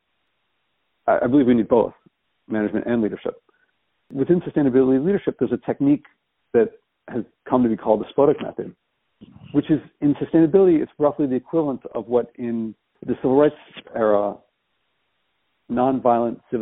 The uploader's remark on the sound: She told me she would record it, but since we were talking on the phone and I wasn't using my recording microphone, I forgot. Unrehearsed and raw.